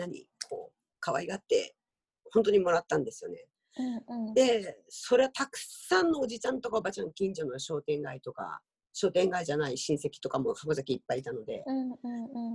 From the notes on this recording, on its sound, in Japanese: 本番組はオンライン会議ツールZoomを使用して録音しております。通信環境の問題により一部聴き取りづらい箇所があることをご了承くださいませ。暮らしの大学が拠点とする福岡市東区の「ハコザキ」。